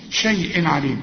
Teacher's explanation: وطبعا العين من حروف الإظهار ما تغنش